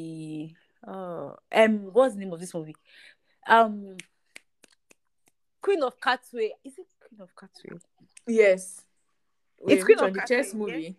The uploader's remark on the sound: we apologize for the glitching please bear with us.